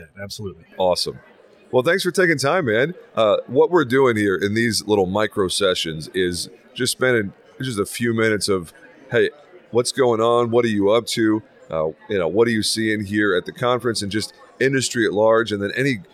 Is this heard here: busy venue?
yes